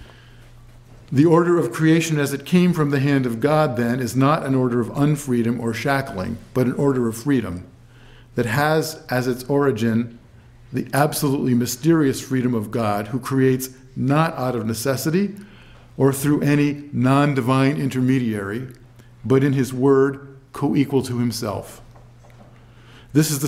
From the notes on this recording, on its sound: given at the University of Chicago on February 2, 2012